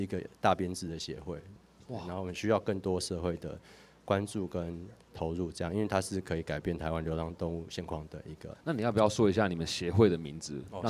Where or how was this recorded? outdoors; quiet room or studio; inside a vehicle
outdoors